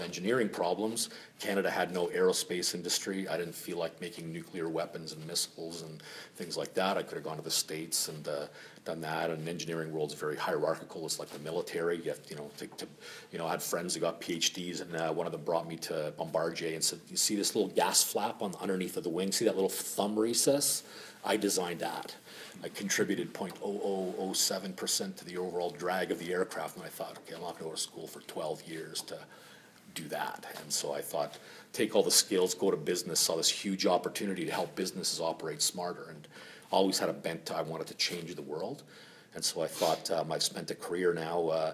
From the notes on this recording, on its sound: Recorded at LEx Toronto LC LExLunch on May 10, 2017.